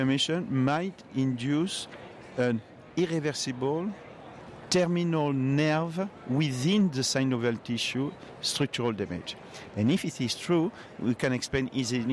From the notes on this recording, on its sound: Congress Author Podcast - ACR 2019. Recorded at ACR 2019.